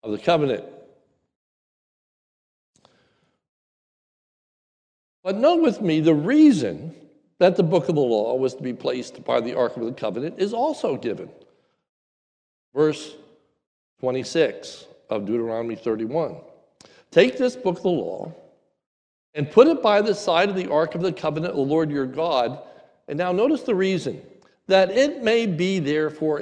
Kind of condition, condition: setting, large echoing room